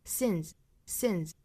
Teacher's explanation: sins 尾部这个 s 依然是读浊音的